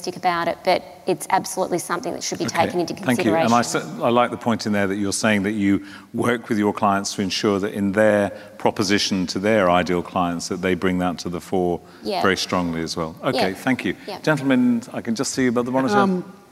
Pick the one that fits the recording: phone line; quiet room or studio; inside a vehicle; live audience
live audience